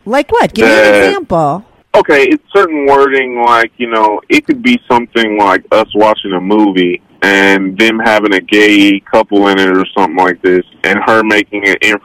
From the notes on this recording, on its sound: he called in to talk all about it